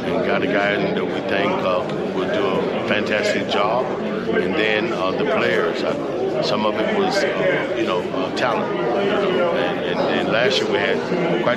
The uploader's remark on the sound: The Bluebloods are live from Big South Media Day in Charlotte, NC.